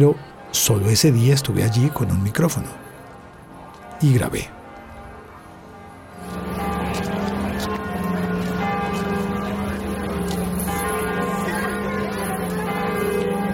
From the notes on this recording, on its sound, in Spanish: El sonido caótico de la plaza, invadida de turistas haciendo una enorme fila para entrar a conocer Notre Dame de Paris. Pero aquel medio día tan caluroso, por primera vez estaba allí con mi teléfono inteligente y un micrófono estéreo entre el bolsillo.